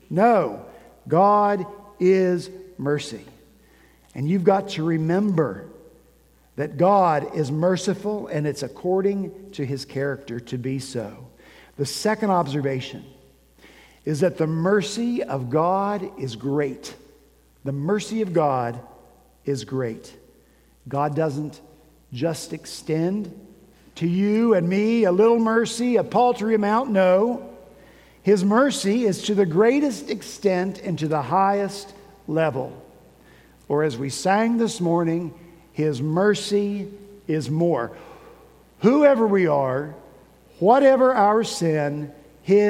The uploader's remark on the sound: At Redeemer Presbyterian Church in Charleston, SC